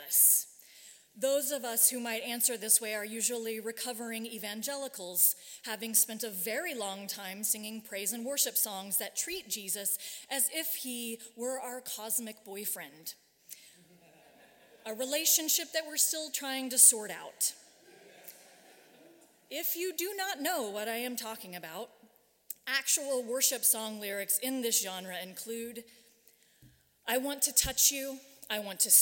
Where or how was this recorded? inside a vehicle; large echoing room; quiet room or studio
large echoing room